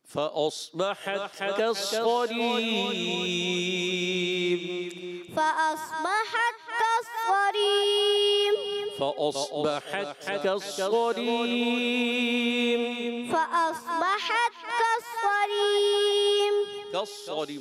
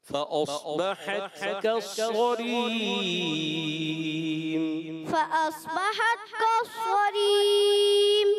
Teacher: صوت کو موٹا رکھنے، ریم یا را کو باریک کرنے